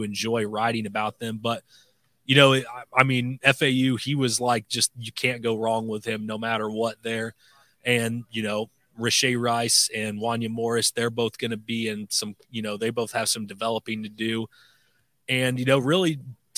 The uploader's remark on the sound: Live from the NFL Draft Day 3